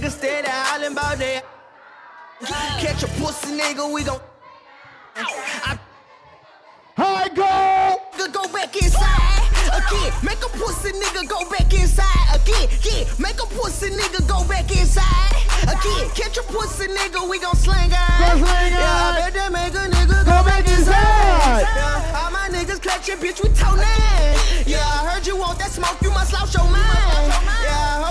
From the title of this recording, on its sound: Bday party live from club real